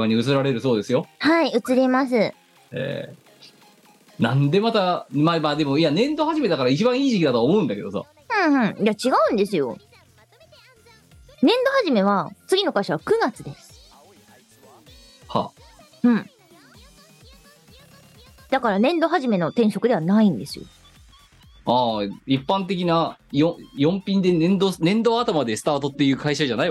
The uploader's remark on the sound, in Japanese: 荷解きをしながらお送りいたします。本番組はリモート収録です。収録時環境の影響により、全体的に聴き取り辛くなっております。途中で色々とノイズ等入りますが、収録時のものです。